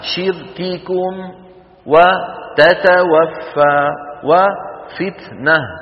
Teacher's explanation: الكاف والتاء حرفان فيهما صفتان على الترتيب وليستا في زمن واحد، الشدة أولا ثم الهمس · Term: الشدة فالهمس